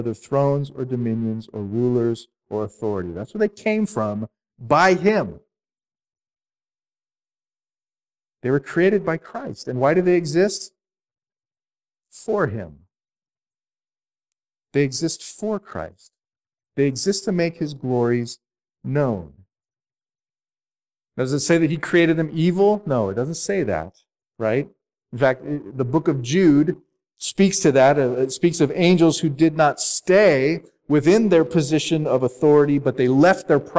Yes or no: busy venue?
no